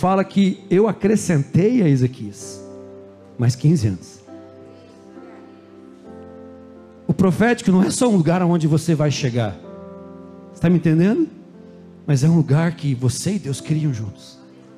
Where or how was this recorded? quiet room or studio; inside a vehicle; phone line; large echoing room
large echoing room